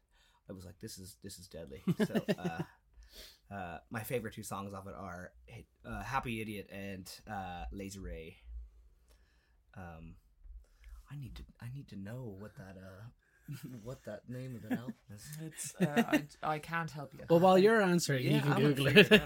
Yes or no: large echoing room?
no